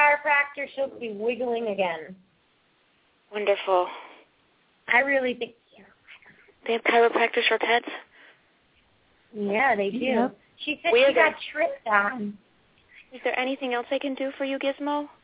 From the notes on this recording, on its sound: open up the lines for listeners to call